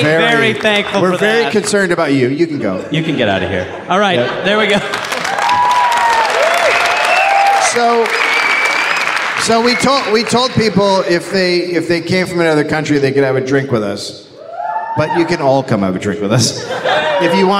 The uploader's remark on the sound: Live from Reykjavik